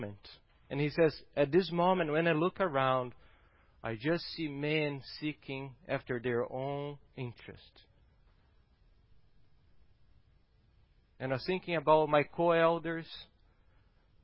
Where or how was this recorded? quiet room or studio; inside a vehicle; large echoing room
large echoing room